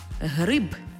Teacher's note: Якщо ви чуєте «гриб» з дзвінким «б», то й в транскрипції в кінці слова буде «б»